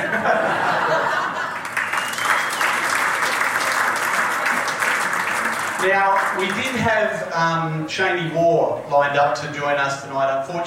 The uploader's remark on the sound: On the evening of day 1 of the Carnival, an event was held pitched simply as "Be Inspired", where players and officials from all the competing teams joined up for a meal. This episode of Out on the Paddock, is a live recording from this event.